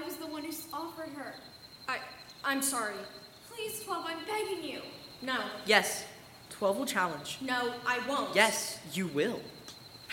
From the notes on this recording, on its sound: It was recorded in front of a live audience. By Thespian Troupe 4592 of Madison High School in Middletown, Ohio. Sound effects and music: Mixkit.co.